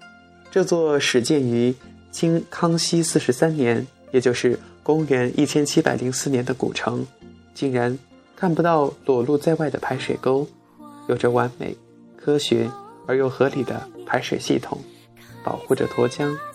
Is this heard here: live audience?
no